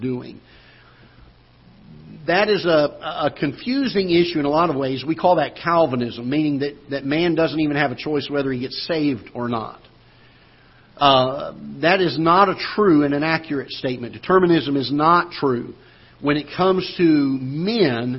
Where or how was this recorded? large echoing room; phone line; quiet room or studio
large echoing room